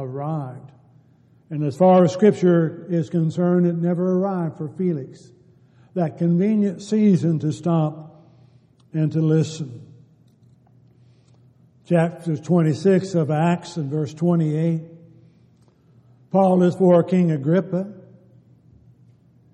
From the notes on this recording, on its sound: Downtown Church Of Christ Audio Sermon